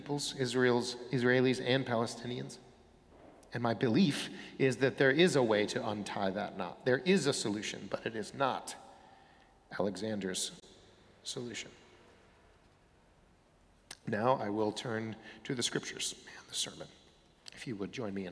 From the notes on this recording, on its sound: Sermons from Old South Church in Boston